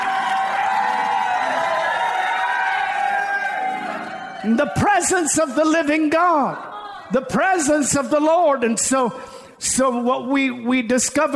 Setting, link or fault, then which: setting, large echoing room